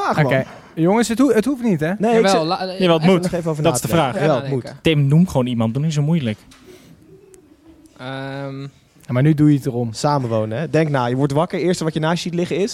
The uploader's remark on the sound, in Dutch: Zitten we live in een vol stadion! (liveshow XL).